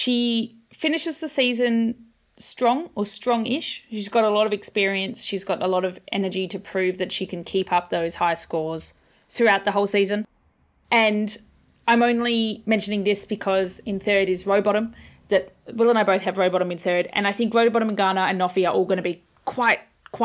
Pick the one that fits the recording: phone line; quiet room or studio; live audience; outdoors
quiet room or studio